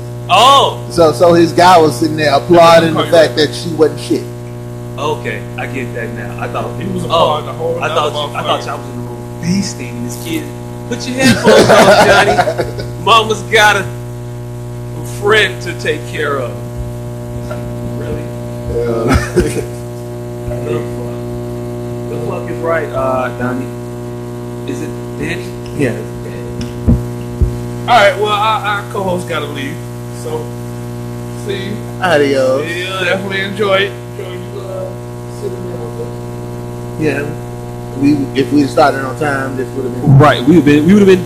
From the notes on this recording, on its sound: Excuse the technical difficulties, we had some sound quality issues.